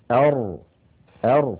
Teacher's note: فيتقعر اللسان عند النطق بالراء